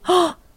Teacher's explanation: They do this thing where they sort of suck in air.